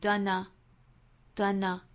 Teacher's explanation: done 和 a 之间连读成 done a，也是包含了辅音和元音的连读